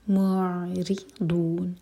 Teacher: معرضون، را کے نیچے کسرہ تو را باریک